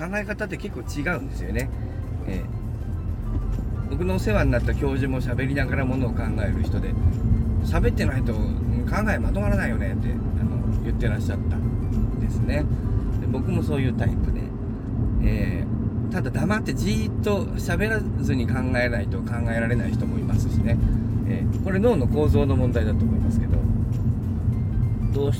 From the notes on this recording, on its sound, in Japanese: 今日はバックヤードじゃなくて車の中